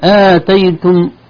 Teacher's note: هنا آتيتم بين الهمزة والتاء مد طبيعي · Term: مد بدل